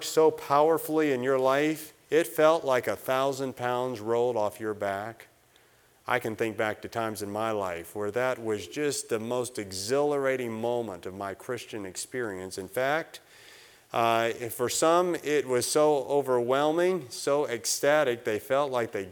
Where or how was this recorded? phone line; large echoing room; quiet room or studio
large echoing room